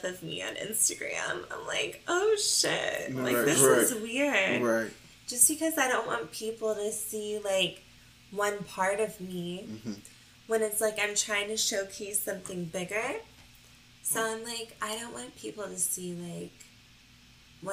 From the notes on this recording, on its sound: We apologize for the Audio quality, with moving to a new space we’re still trying to get it right.